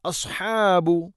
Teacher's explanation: സ്വാദ് സ്വരഭാരത്തിൽ ഉച്ചരിക്കേണ്ട അക്ഷരമാണ്, നാവിൻ്റെ മധ്യഭാഗം അണ്ണാക്കിലേക്ക് ഉയർന്നു നിൽക്കണം.